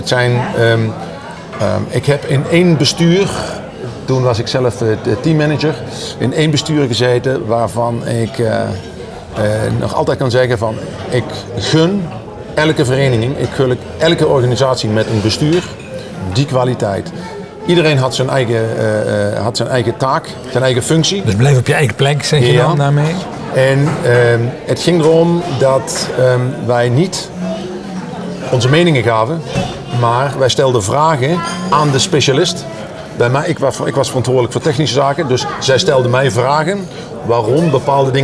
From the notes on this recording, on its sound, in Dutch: dit gesprek is opgenomen in een vol restaurant langs de snelweg!